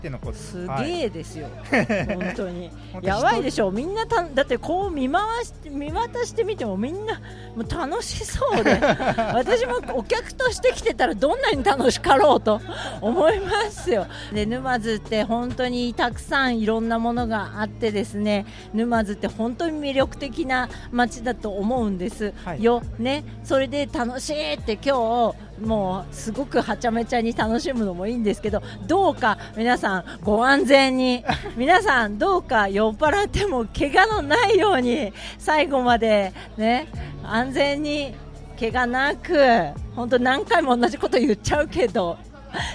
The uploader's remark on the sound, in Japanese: 特別編：沼津自慢フェスタ2023での公開収録総集編。